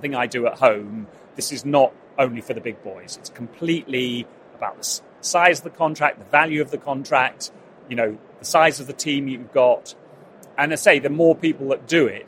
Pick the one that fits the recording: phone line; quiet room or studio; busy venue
busy venue